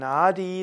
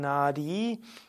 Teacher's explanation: Das A ist lang und das I ist lang. · Shown in: second take · Und das beim D gibt man auch die Zunge nach oben Richtung Gaumen beziehungsweise oben zum Gehirn.